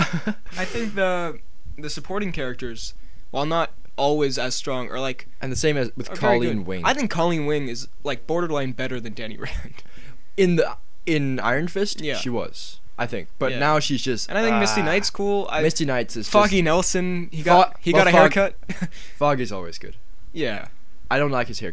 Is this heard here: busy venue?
no